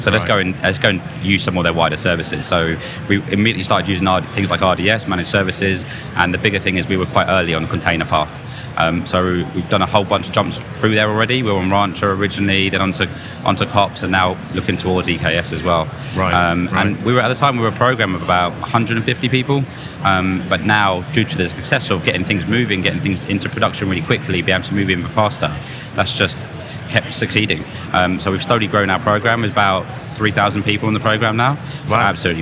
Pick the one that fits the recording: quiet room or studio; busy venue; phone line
busy venue